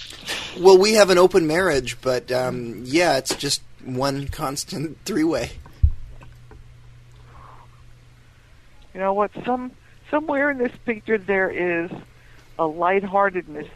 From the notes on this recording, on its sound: RBCP's Personal Prank Phone Calls Collection